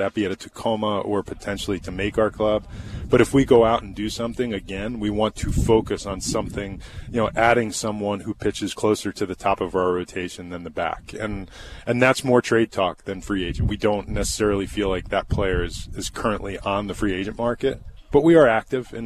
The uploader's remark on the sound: live from spring training